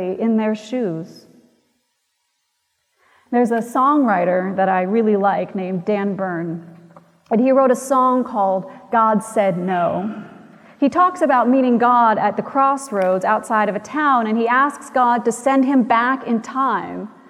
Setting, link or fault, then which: setting, large echoing room